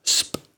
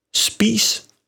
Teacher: SP-lyden udtales som SB og siger sp, for eksempel spis.